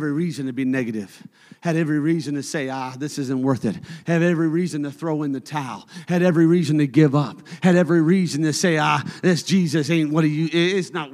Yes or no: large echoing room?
yes